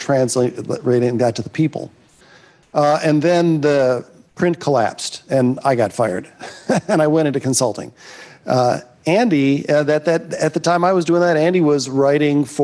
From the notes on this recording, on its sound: This episode of the HIP Podcast revisits 2022’s HIP NYC conference. The HIP audience.